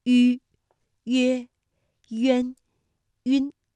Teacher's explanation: 游中国的最后呢，我们一起再来复习一下吁以及吁开头的韵母。那刚才我们也说到，韵母吁呢是舌面单韵母，它的发音时候的特点是两唇要拢圆，略向前凸，舌尖抵住下齿背，使舌面前部隆起和硬腭前部相对，声带震动，软腭上升，关闭鼻腔通路。韵母开头的是吁的韵母呢，我们把它统称为撮口呼。发音的时候，双唇撮拢成圆形，所以叫做撮口呼。